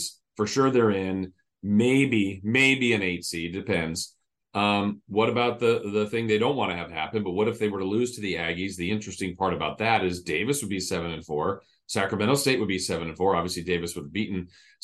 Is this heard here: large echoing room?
no